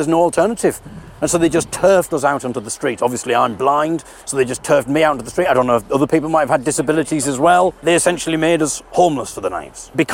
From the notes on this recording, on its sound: This podcast is a recording of what occurred when we travelled to Manchester to picket Britannia Sachas Hotel